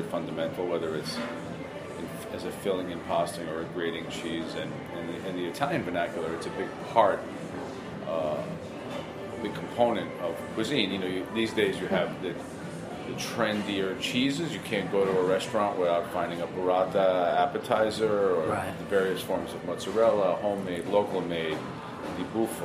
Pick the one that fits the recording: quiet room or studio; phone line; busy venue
busy venue